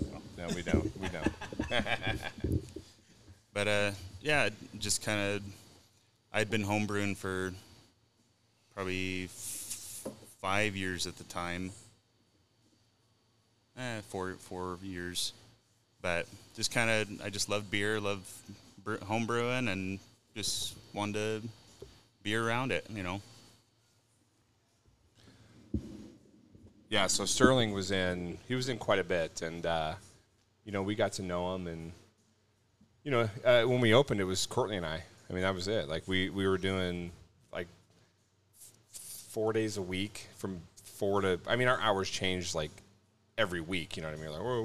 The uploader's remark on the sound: Had a great show on location at Humble Abode. 1620 E Houston Ave Suite 800, Spokane, WA 99217.